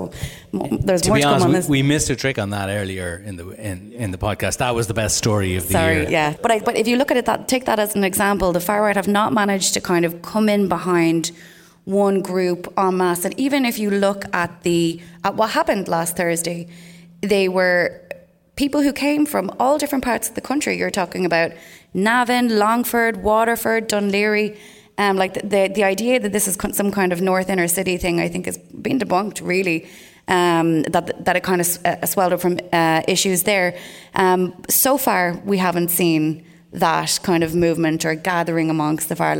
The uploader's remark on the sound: They did so in front of a live audience in Dublin.